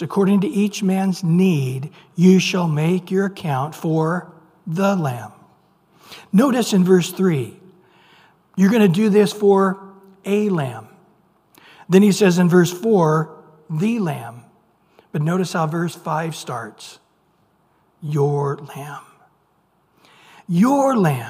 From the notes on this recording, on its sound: Recorded at Calvary Chapel of Los Alamitos on May 10 2023 on Wednesday evening sermon. Recorded at Calvary Chapel of Los Alamitos on May 10 2023 on Wednesday evening sermon.